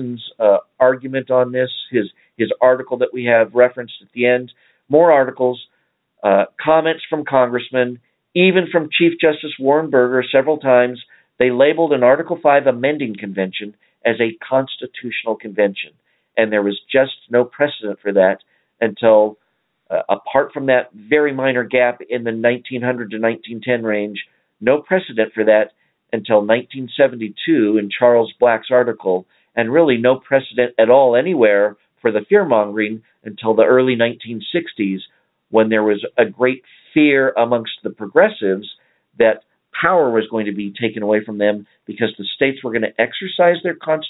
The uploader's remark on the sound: save some time for phone calls